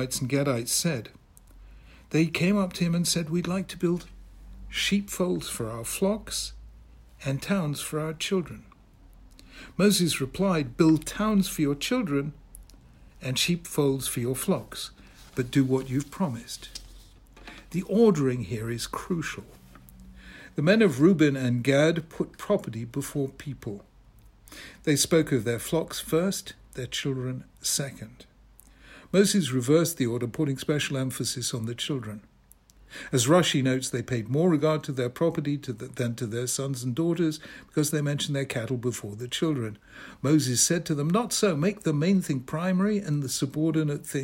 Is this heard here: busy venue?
no